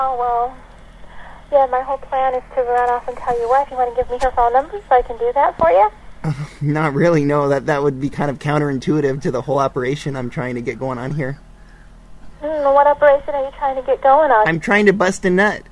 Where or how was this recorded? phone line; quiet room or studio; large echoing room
phone line